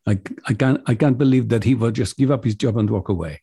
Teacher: I'm stressing much more equally, spreading the stress more equally over the syllables of that sentence · Term: syllable timed stress